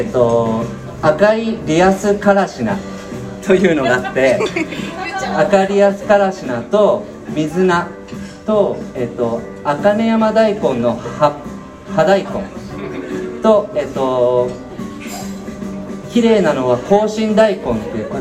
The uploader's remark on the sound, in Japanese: 11月3日に開催したスペシャルサラダパーティで初めての公開収録。